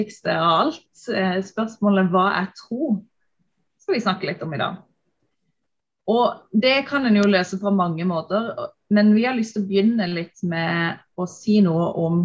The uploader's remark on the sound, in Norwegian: Denne første episoden satt vi på zoom, derfor er ikke lyden optimal.